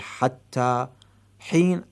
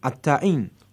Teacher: كما مثلا تميم مثلا الحاء تلفظها عين · Shown in: second take · مثل حتى حين عتاعين.